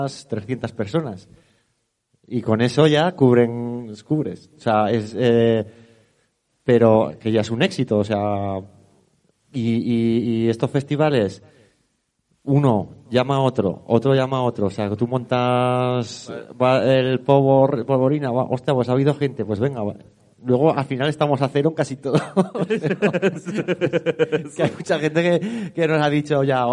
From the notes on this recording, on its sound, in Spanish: En directo desde CSA A Ixena. Regalamos cosicas a les Monoters presentes.